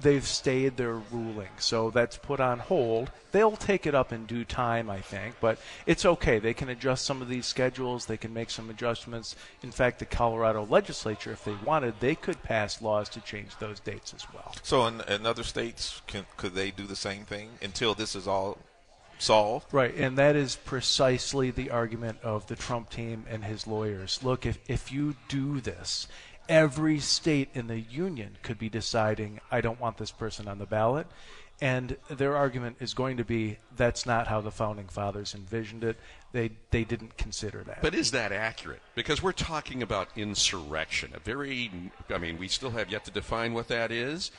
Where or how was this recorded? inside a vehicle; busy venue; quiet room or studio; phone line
busy venue